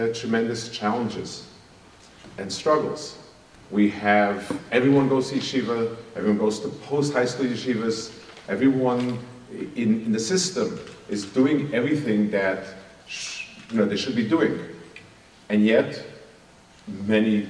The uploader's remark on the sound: Delivered at a Madraigos event. Delivered at a Madraigos event.